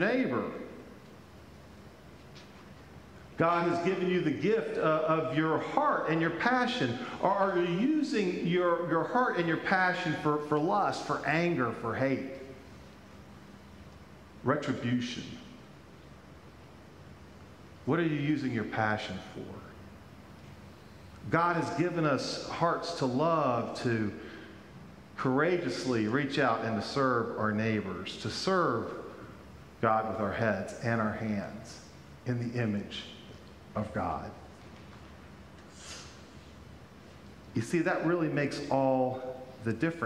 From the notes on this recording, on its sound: Pender UMC Traditional Worship on September 18, 2022 at 9:00 am